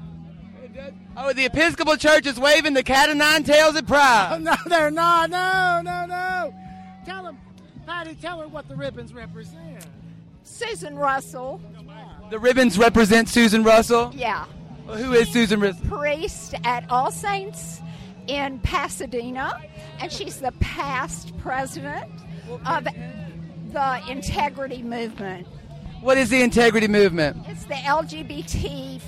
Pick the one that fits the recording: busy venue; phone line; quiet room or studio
busy venue